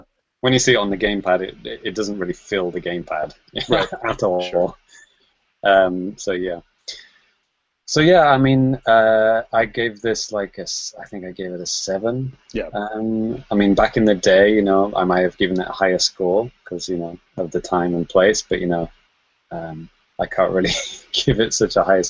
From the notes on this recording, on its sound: Recorded on Google Hangouts On Air live.